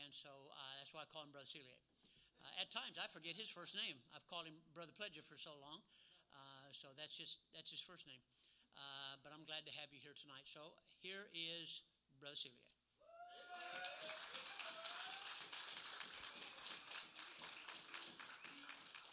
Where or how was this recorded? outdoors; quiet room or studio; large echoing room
large echoing room